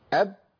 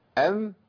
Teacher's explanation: أب في إطباق، أم في إطباق أقل